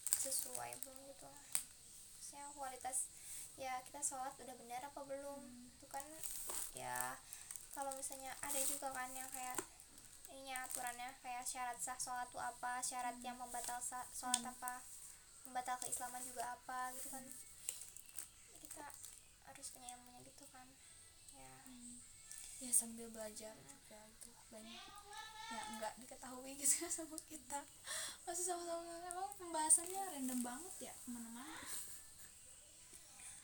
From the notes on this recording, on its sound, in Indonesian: Dan yaa ga sengaja untuk record. Alhasil banyak noise.